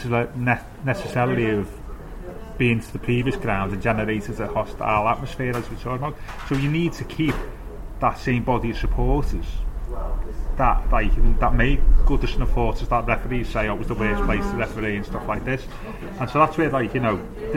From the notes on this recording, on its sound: We head back to the Bramley Moore pub